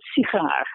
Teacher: So the first syllable is not reduced. It's secondary stress.